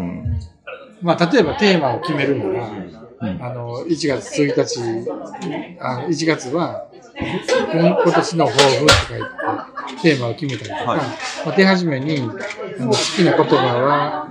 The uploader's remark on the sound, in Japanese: ミルク＆ビアホール九十九で収録させていただきました。